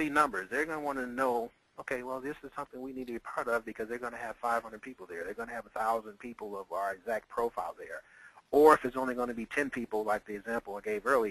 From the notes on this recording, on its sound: Vintage Audio. This is part of an audio call I did.